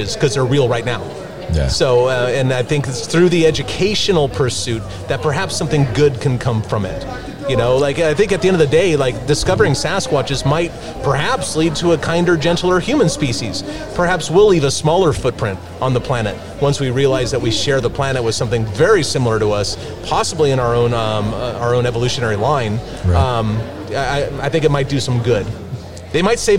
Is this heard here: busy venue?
yes